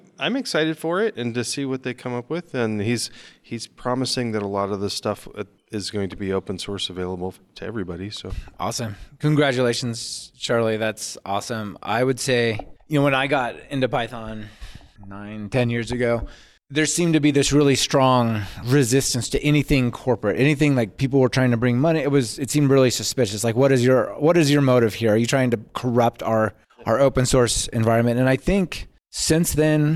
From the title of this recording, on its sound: Live From PyCon